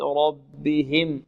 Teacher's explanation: الراء مفخمة والباء مرقة